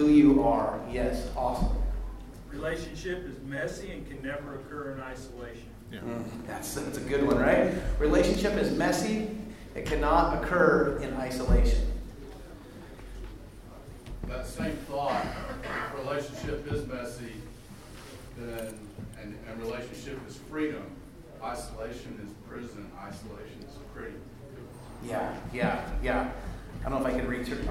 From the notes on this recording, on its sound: The following audio comes from the National Disciple Making Forum. The Relational Discipleship Network hosted a track.